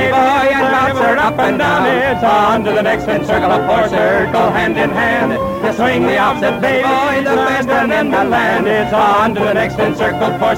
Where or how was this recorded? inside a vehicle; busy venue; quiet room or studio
busy venue